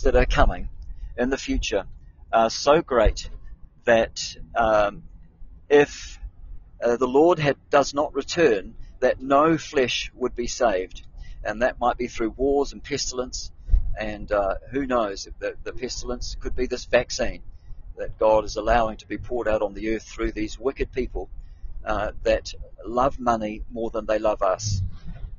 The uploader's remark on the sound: I'm on the move driving